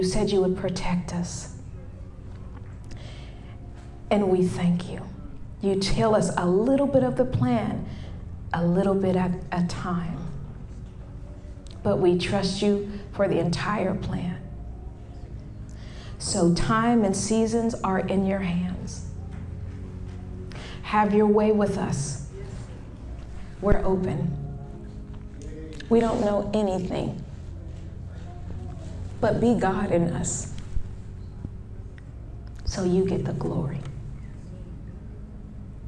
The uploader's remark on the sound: Wait For It-A Live Service. In this LIVE episode, which is a Sunday service.